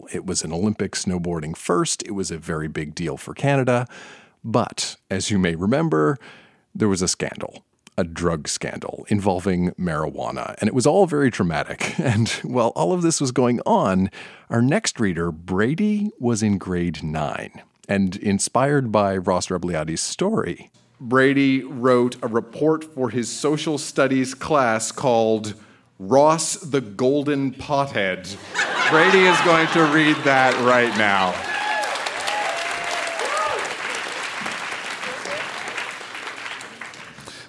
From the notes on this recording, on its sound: Recorded live at the Park Theatre in Winnipeg, MB.